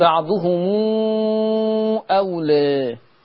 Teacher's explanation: خلي بالك في صلة الميم لما الميم بيبقى وراها همزة بتعملها زي الواو وتمدي ستة